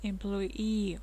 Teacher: Ударение на double E, которое в конце как раз прописывается.